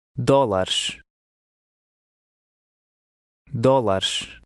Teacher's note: the ES sounds somewhat like sh